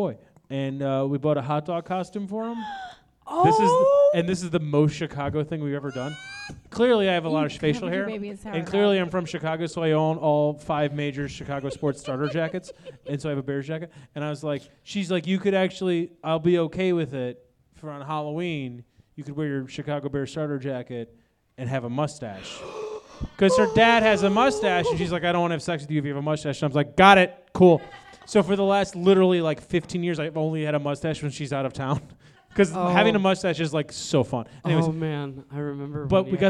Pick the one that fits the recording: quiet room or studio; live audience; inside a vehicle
live audience